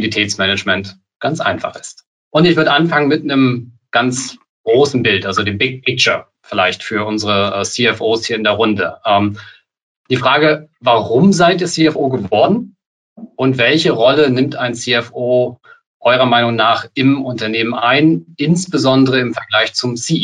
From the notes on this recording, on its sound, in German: Diese Podcast-Folge ist ein Mitschnitt unseres Webinars auf unserer Plattform Top 50 Start-ups.